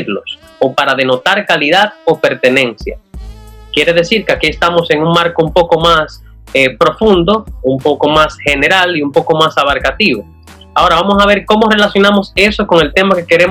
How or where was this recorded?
video call